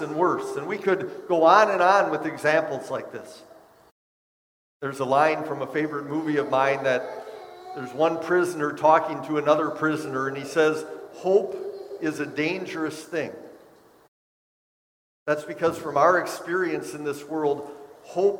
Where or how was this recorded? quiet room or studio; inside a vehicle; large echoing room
large echoing room